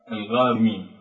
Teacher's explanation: الغارمين الراء يجب أن ترقق · Term: ترقيق